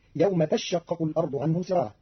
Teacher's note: قرأ قالون كلمة تشقق بتشديد الشين الأولى، فتصير يوم تشقق الأرض عنهم سراعا على أنه تتشقق، خففت بإبدال التاء الثانية شينا وإدغامها في شين.